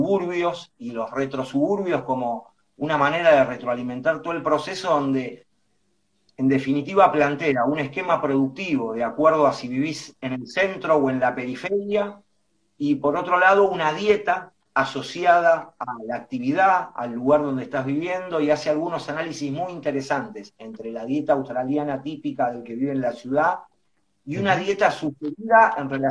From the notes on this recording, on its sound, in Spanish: Audio de la charla en vivo por Instagram